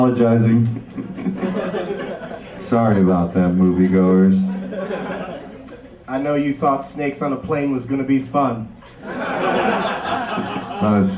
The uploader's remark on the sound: Recorded live at the Del Close Marathon, UCB Theatre New York